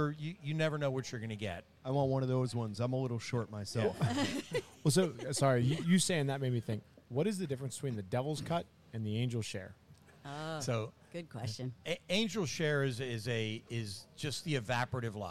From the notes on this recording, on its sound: Broadcasting LIVE from Liberty Pole Distillery